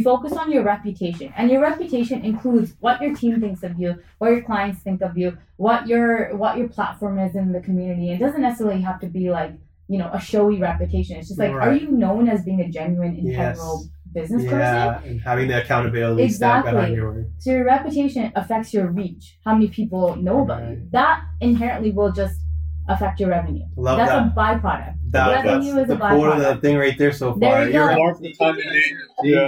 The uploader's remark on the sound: Apologies for the mic issues on this episode as we tweaked some settings.